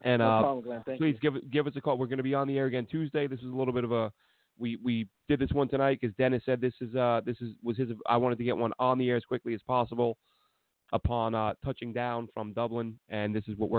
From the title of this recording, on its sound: Call